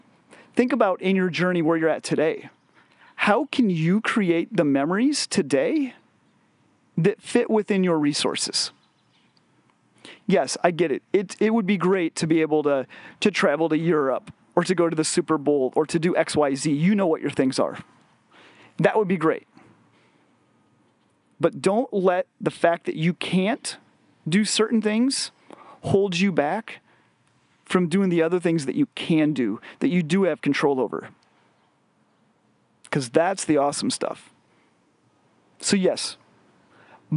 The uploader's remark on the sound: Recorded while on a family camping trip in the Black Hills of South Dakota.